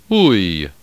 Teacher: a glide from the sound of short U to that of short I. Again, UI. · Term: diphthong UI